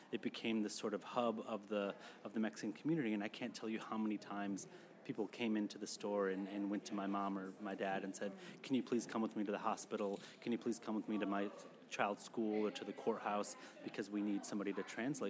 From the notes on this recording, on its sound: holding it down on the red carpet of The 2023 Tribeca Film Festival